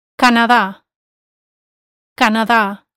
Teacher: Notice that Canada has the stress on the last A.